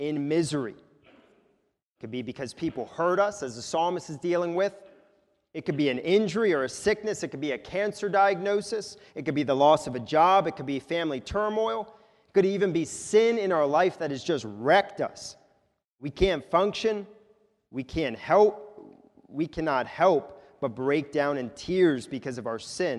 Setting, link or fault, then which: setting, large echoing room